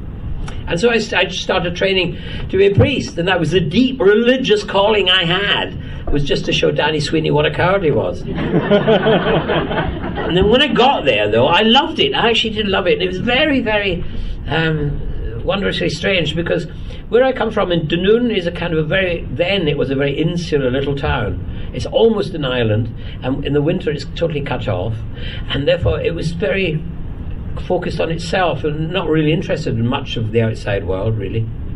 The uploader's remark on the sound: This episode we bring you the last of our exclusive interviews recorded in 2016 at the Science of the Timelords convention held at the National Space Centre in Leicester. We thank him and the convention organisers for recording this interview especially for this podcast.